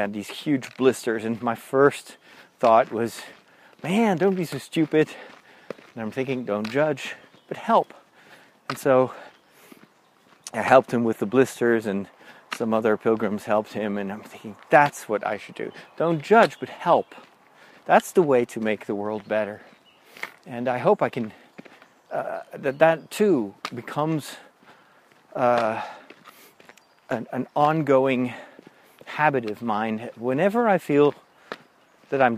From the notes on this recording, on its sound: In this special second episode recorded while walking the Camino.